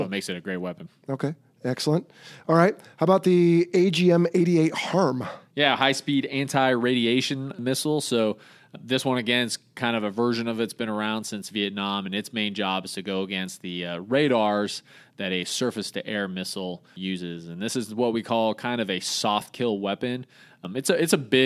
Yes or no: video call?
no